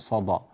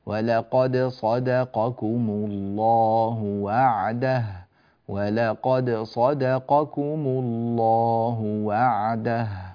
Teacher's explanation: الدال مرققة واقعة بين مفخمين · Shown in: second take · كثير ممن يقرأ يقول صدقكم الله، صدى، صدى، لا، صدى، الدال هذه دال مرققة، لا نقول صدى.